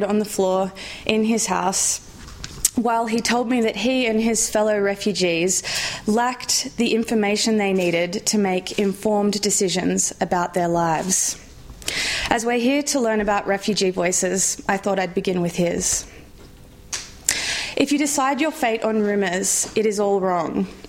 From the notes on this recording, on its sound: RSC 2014 Conference. At St Anne's College, University of Oxford.